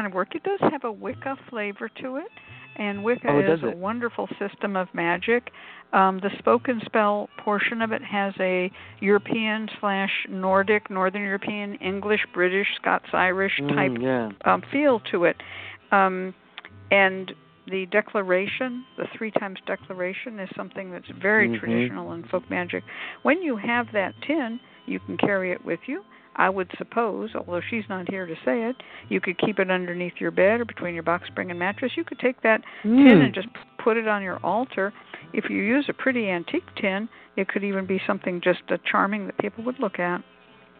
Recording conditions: phone line